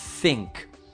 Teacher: Qui non c'è la nota, è solo aria, lingua appoggiata a denti superiori